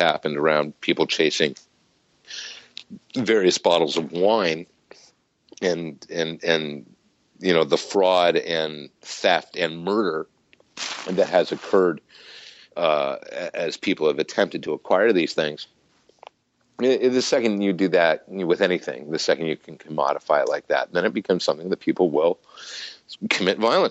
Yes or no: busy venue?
no